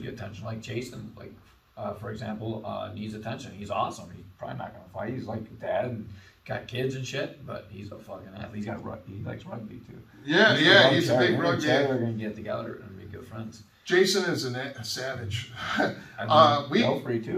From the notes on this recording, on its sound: We shot outside of the studio and at the gym instead.